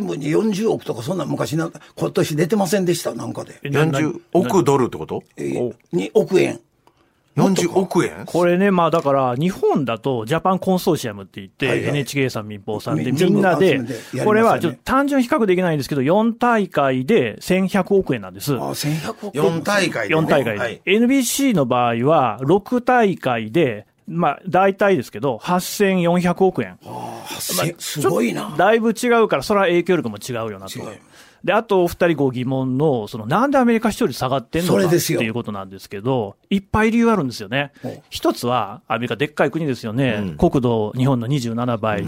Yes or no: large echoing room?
no